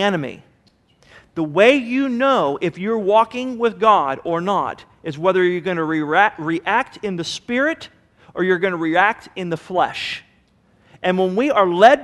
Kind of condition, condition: setting, large echoing room